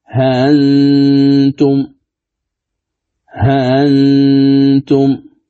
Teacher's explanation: والوجه الثاني الذي هو التسهيل بين بين، فهو أنني أقرأ الها ثم أسهل الهمزة بعدها وأقرأ النون الساكنة